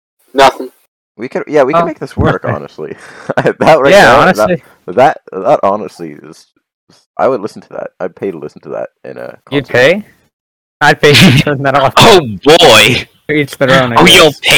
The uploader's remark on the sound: With this episode, we had to improvise. Can't come to our studio, so excuse our rough audio.